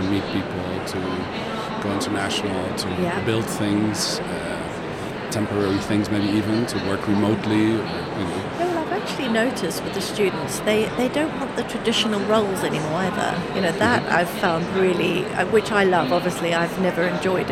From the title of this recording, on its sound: Live from #IMEXAmerica